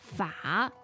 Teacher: In this case, it's 法。 Third tone, yep. 法, meaning France.